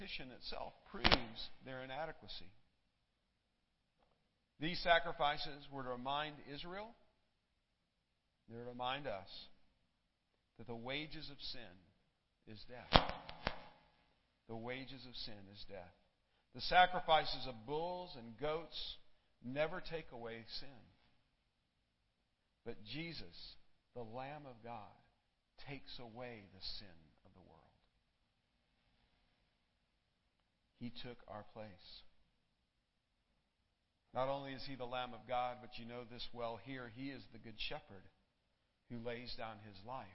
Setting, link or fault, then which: setting, large echoing room